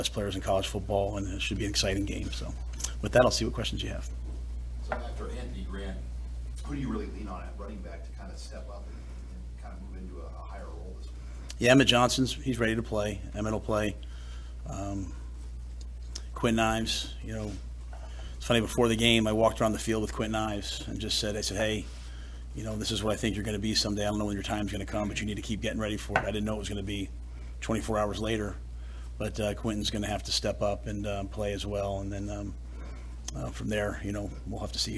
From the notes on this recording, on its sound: Monday press conference